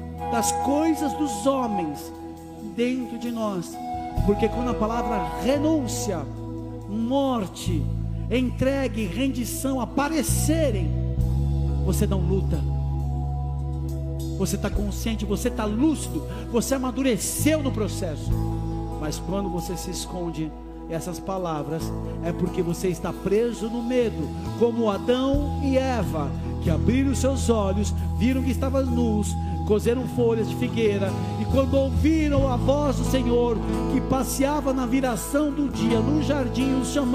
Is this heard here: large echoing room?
yes